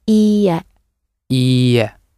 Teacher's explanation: Make sure when you say no that you have a long e at the beginning.